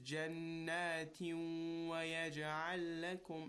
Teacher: The noon loses its sound, and we basically kind of merge them. · Term: idgham